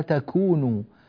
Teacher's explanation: نريد تاء معها هواء يخرج، كذلك أينما تكون لو انحبس هذا الصوت يصير تجون، أينما · Term: الحروف المهموسة